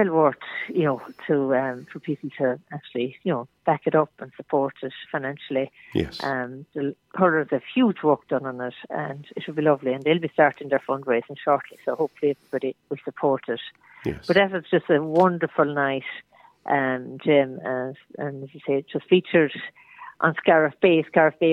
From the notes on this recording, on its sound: is joined on the phone by Flagmount Killanena correspondent